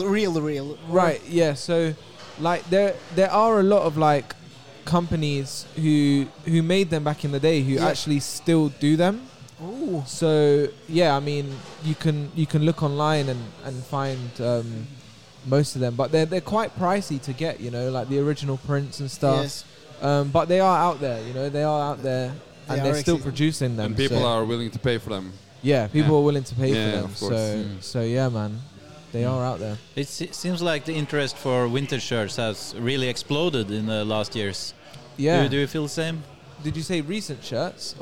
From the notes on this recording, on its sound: We sit down with the die hard supporter at Tollington Pub.